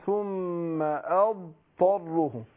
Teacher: فبقول إذا سكنت الضاد وأتى بعدها حرف إطباق والطاء هي بعدها حرف إطباق، وجب التحفظ بلفظ الضاد لئلا يسبق اللسان إلى ما هو أخف عليه وهو الإدغام